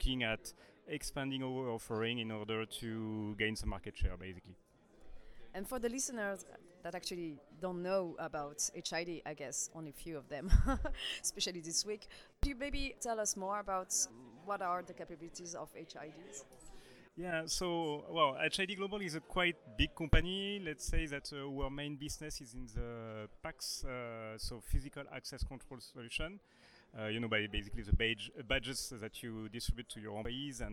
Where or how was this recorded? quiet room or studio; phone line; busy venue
busy venue